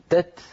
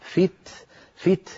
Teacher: لابد بعد التاء من جريان النفس الذي هو الهمس